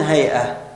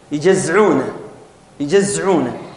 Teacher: عندنا يعيدون الهمزة إلى عين · Shown in: second take